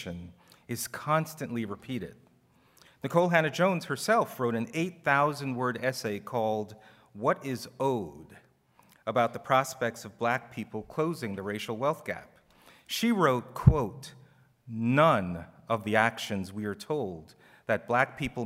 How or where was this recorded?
live audience